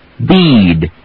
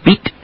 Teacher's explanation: Do a very soft explosion and keep your voice moving through that D. · Shown in: first take · Bead. Not beat.